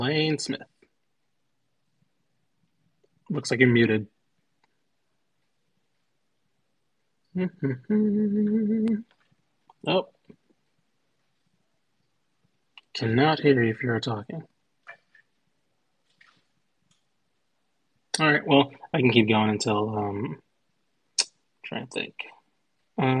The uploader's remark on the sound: This episode was recorded via Twitter Spaces.